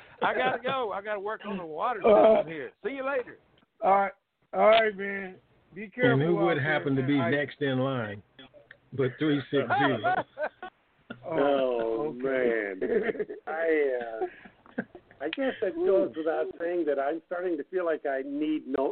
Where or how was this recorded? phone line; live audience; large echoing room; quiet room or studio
phone line